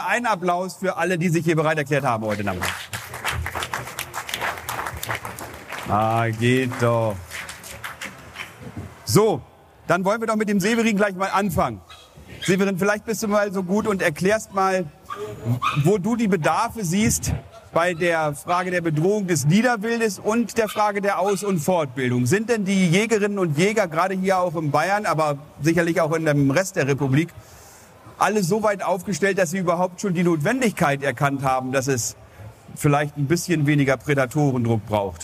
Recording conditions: busy venue